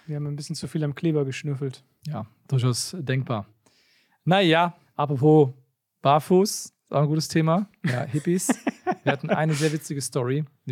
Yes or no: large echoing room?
no